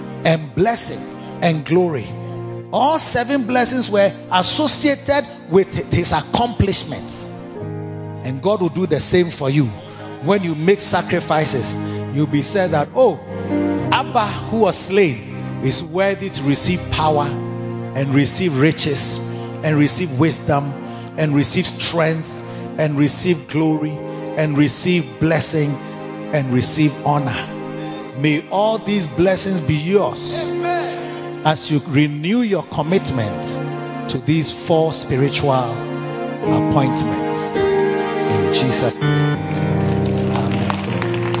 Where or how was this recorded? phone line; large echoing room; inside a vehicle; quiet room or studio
large echoing room